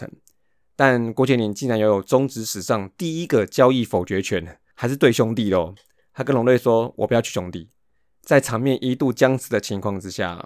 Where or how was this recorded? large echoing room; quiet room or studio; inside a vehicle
quiet room or studio